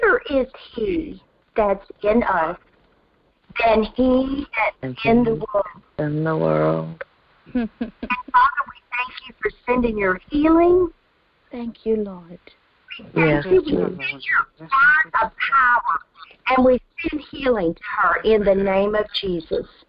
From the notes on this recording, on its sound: Phone/Internet Prayer Conference Call. We had technical difficulty which we think is now resolved for future calls.